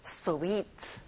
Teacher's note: 이가 두 개라서 긴 이 소리가 나요. Sweet.